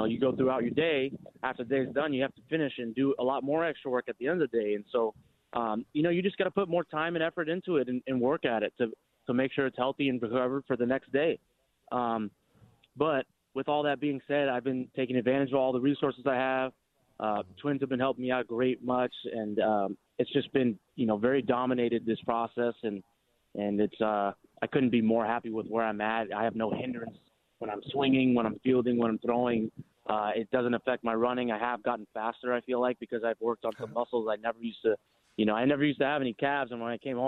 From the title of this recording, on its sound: live from spring training